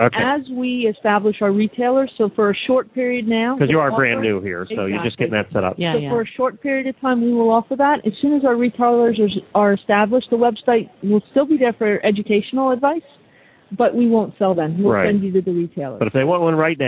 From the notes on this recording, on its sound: Live from AETA. HORSES IN THE MORNING was live from the AETA Trade Show in Philadelphia.